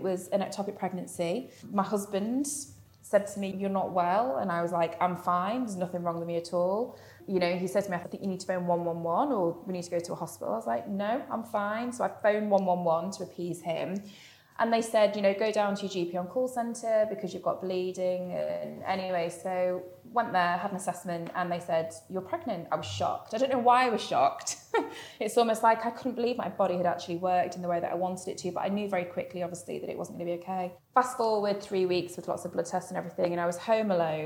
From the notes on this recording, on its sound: She managed to sneak in an interview with us whilst sat on the floor outside the toilets in Pret!